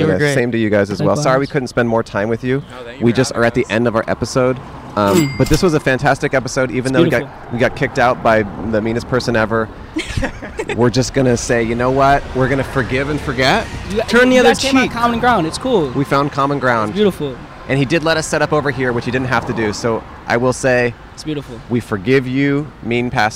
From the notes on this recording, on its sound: Outside A Hollywood Celebrity Church (Kicked Out). On Easter Sunday at a trendy Church in Hollywood, CA.